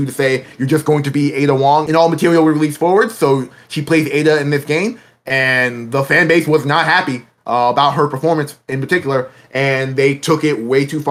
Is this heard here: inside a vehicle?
no